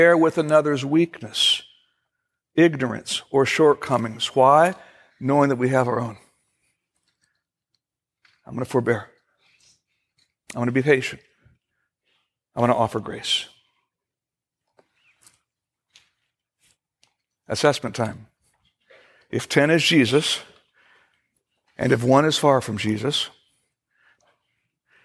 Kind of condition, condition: setting, large echoing room